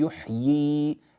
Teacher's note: إذا وقفنا على يحيي نأتي بياءين، لا نقول يحي وإنما نقول يحيي هكذا، والله يحيي ويميت بهذه الطريقة.